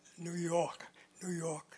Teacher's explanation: a lot of New Yorkers don't pronounce the R as New York